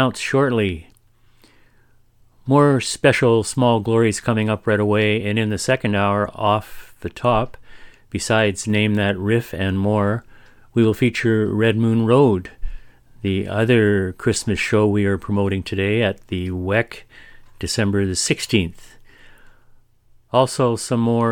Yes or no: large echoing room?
no